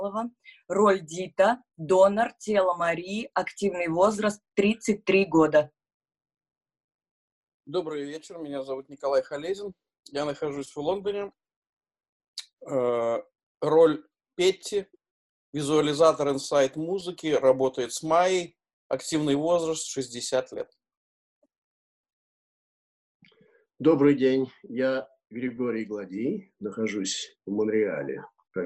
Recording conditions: video call